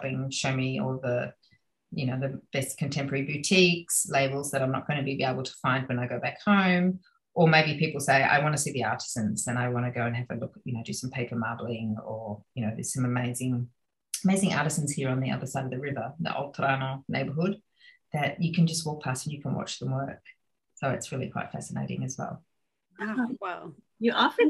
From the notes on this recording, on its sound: A rainy day in Florence via Zoom.